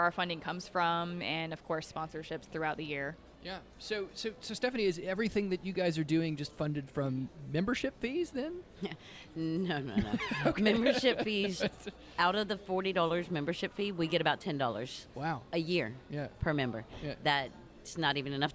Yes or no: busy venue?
yes